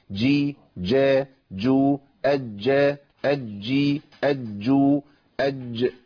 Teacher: ما بقولش اج، اجي، اجو، اجي، ما ينفع الكلام ده كله، لازم الجيم ليها ضابط وهو وجود صفه الشده والجهر، انقطاع الصوت والنفس